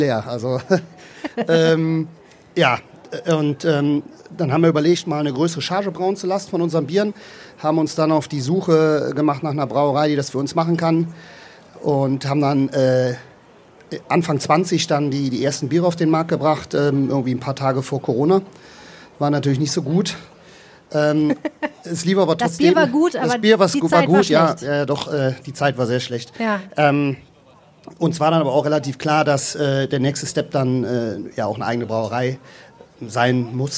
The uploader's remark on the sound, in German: Live am Stadtstrand